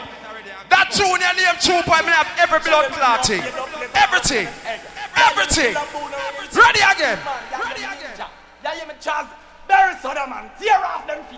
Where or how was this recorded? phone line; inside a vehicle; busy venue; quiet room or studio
busy venue